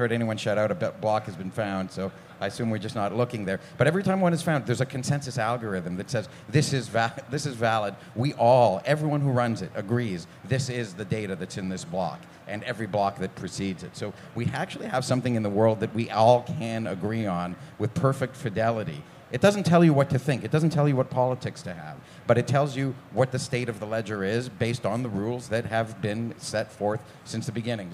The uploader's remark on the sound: For Café Bitcoin Live at Pacific Bitcoin!